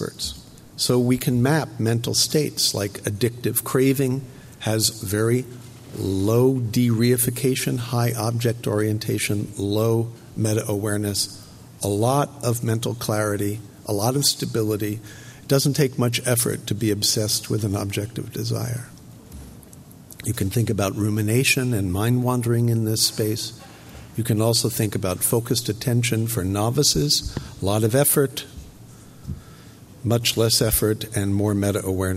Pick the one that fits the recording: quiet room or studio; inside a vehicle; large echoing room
large echoing room